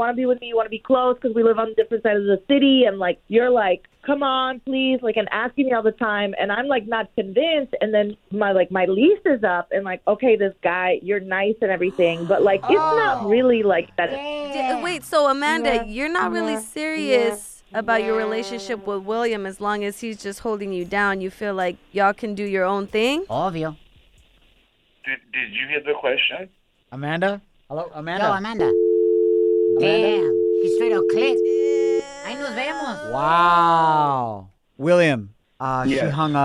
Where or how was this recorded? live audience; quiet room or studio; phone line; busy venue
phone line